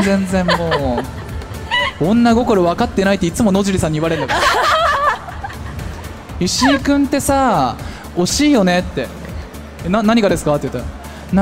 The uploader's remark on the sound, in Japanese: 公開収録。